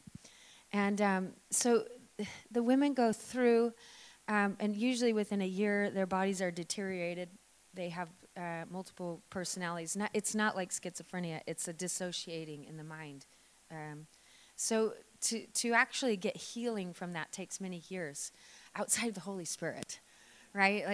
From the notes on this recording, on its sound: This message was recorded on 25/08/2019 at the 9am gathering at River Edge Church.